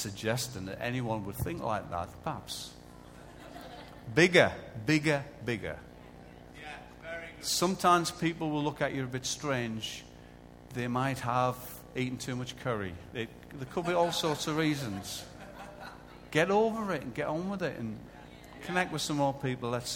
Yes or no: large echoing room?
yes